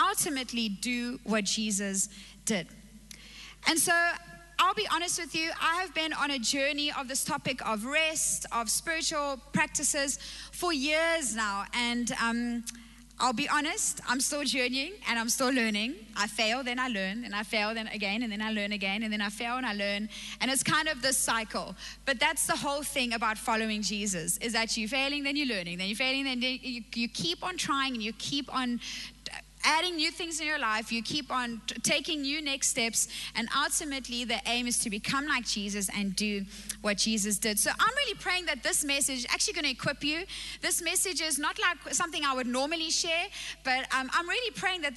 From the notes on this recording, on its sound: Recorded live on Sunday the 7th November 2021